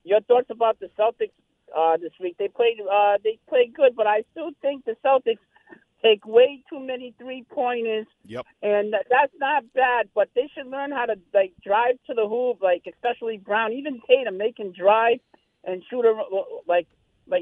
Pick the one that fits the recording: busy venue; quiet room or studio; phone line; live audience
phone line